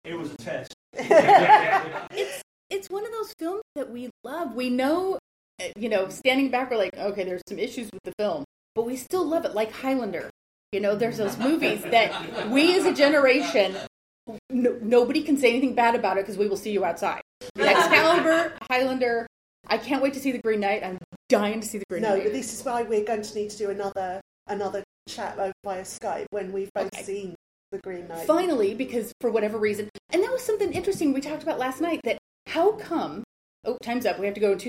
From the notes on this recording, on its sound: Recorded live at FantasyCon , so there is background noise of 3D humans, including some sound bleed of the panel in the room next door.